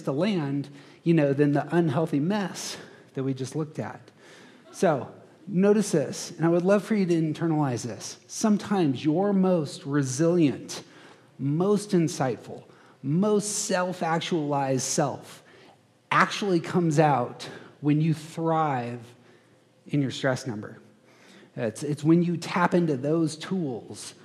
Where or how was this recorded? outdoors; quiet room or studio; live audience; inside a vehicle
live audience